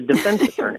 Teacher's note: the traditional pronunciation is that defense with the accent on the second syllable